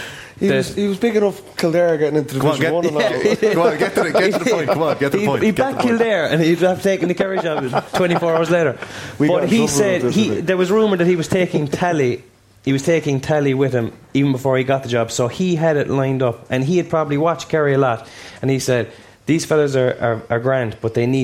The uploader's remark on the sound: TFP LIVE in Dublin. Live from Kilmacud Crokes GAA Club.